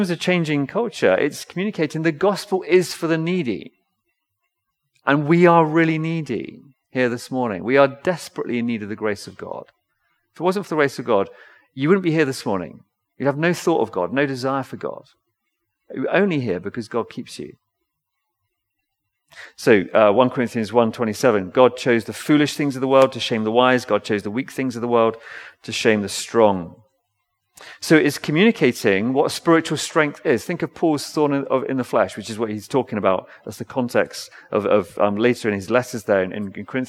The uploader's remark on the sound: Recorded L4L session in the Binscombe Church (BWS)